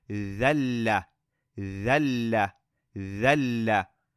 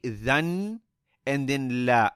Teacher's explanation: So not the two fathas, but rather just one of them. So we're going to join directly the dhal onto the lam · Shown in: first take